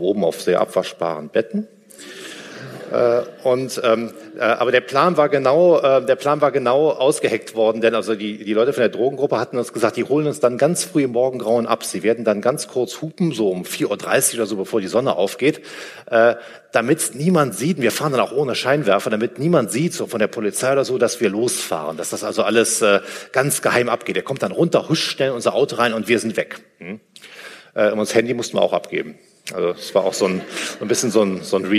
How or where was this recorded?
live audience